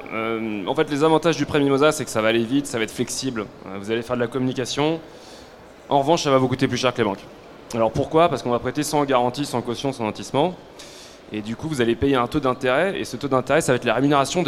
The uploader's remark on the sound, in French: Conférence donnée au salon BRADIS.